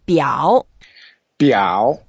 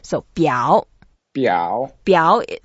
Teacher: Biao is the third tone, so you can see I was making an effort to go down and up.